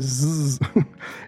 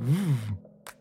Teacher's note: Les consonnes fricatives, pour leur part, qui sont aussi appelées constrictives, sont produites en resserrant la bouche, le pharynx ou la glotte, sans qu'il y ait fermeture complète, donc l'air peut quand même passer